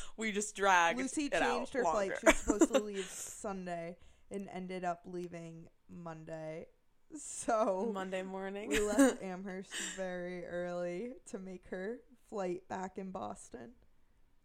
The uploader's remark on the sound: for listeners with sensitive ears this audio is quite pitchy.